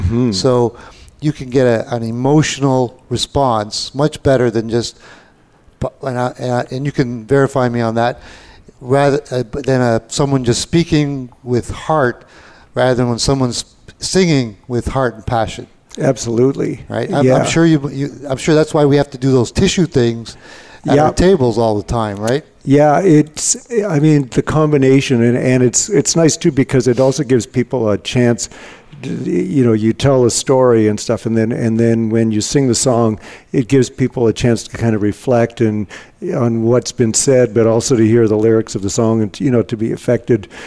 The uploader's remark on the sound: Live Broadcast at the The IPBC IGNITE Conference